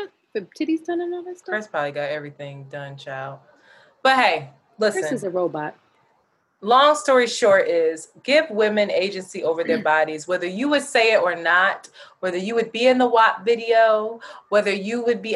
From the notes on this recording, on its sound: The audio quality is not the greatest because we had to use a zoom meeting to record.